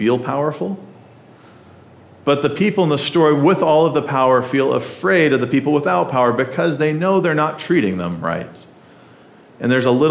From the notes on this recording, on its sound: at the First Baptist Church of Jackson, MI.